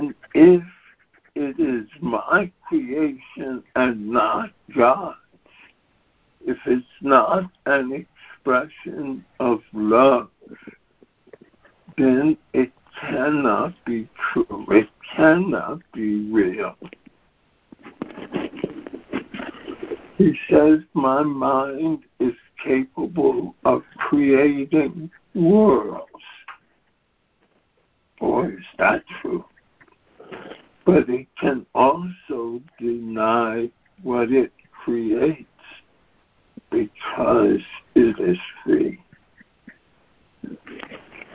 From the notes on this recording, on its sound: ACIM Daily Conference Call.